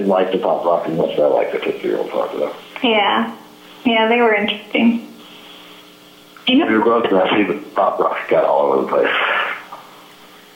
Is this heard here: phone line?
yes